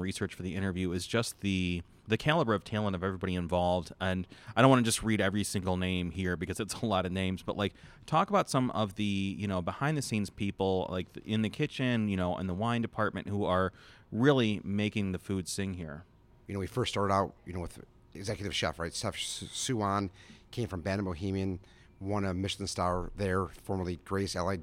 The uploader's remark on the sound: Upscale Italian restaurant Adalina in Chicago's Gold Coast. In an interview recorded at the restaurant.